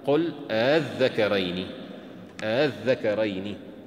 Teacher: وتقرأ أيضا قل الذكرين، الذكرين بين الألف والهمزة · Term: التسهيل